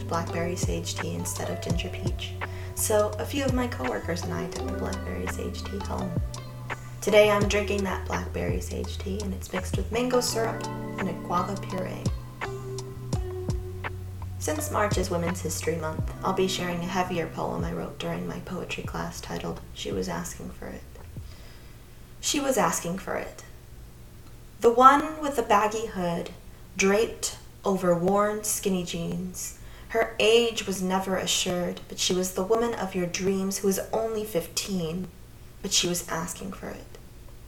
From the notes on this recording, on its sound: Today’s episode was recorded on the microphone of my earphones. So, I apologize for a lower quality this month. I apologize yet again for the technical difficulties and any background sounds, I was using my loud mouse while I was recording. And, it was with my headphones so it didn’t really block the sound.